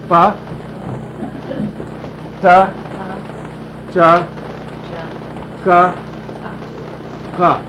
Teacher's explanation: Now all these sounds are made by you stop off the breath in the mouth by putting two parts of the mouth together, and then you open it back up again · Term: stop consonants